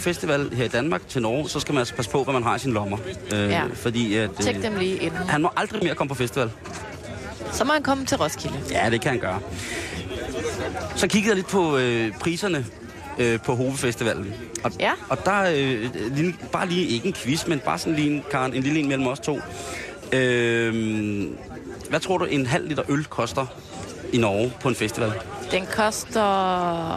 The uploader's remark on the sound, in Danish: sender direkte fra "Camp Mordor" - én af mange, fantasifulde lejre på Roskilde Festivals campingareal.